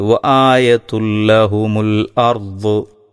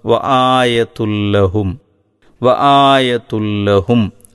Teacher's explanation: എന്നാൽ അതിൻ്റെ ശേഷം ലാമ് വരുമ്പോൾ ആ ആയതുൻ എന്നതിൽ ഇൻ എന്ന വ്യക്തമായ ഉച്ചാരണം ഇല്ലാതെയാണ് ഉച്ചരിക്കേണ്ടത്. ആ തൻവീനിനെ തൊട്ടടുത്തുള്ള ലാമിലേക്ക് ലയിപ്പിച്ച് മണിക്കാതെ ഓതണം